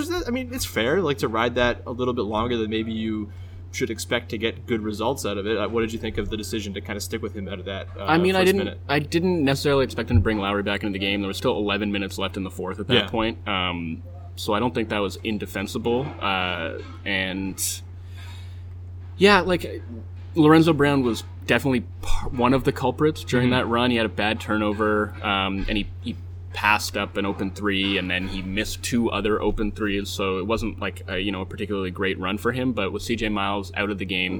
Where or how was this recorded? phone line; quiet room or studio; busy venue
busy venue